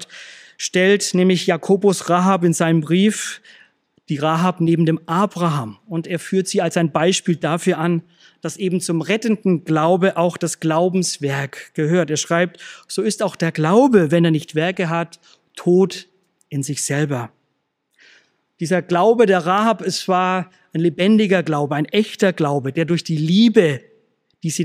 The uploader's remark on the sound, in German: aus dem Schwarzbrot-Gottesdienst der Missionsberg-Gemeinde (LM) vom 27.